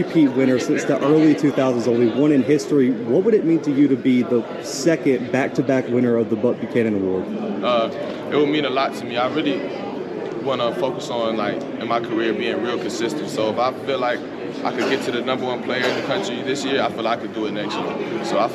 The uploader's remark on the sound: The Bluebloods are live from SWAC Media Day in Birmingham, AL.